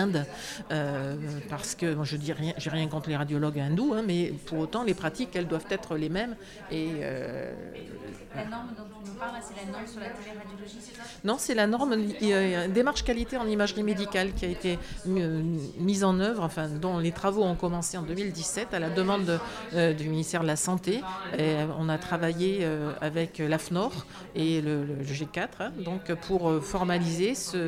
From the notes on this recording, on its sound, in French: Enregistrer en public. Dans un lieu insolite et charmant : l’anti-café à Bordeaux.